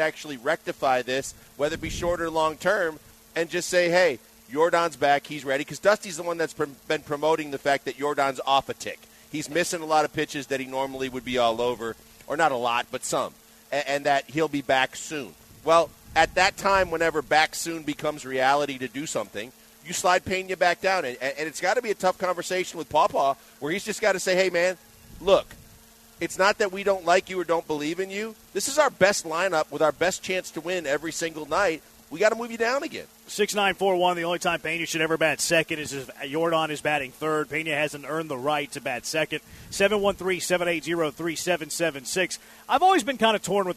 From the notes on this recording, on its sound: LIVE from Drift Bar in the Heights!